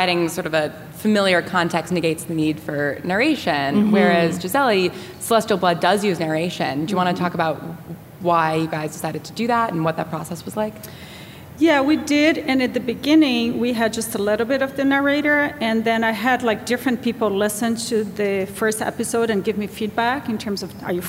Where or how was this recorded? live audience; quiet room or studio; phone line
live audience